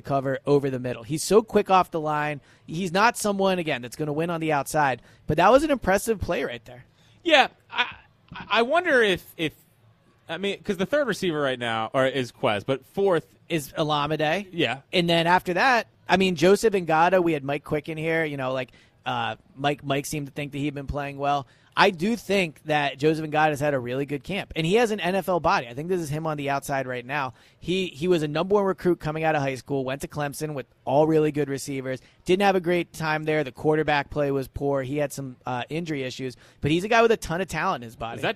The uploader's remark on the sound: Eagles Open Practice Live Reaction. Live at Lincoln Financial Field, reacting to the Eagles only open practice of the season.